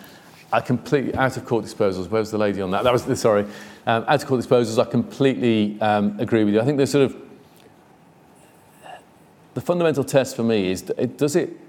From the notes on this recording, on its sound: A Q&A with the in-person and online audience.